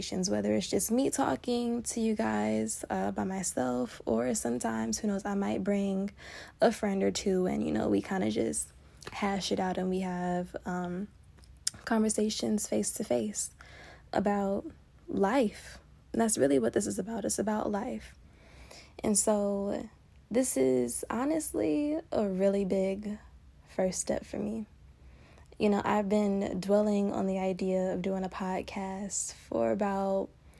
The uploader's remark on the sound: unscripted, no notes, just a girl, the voice memo app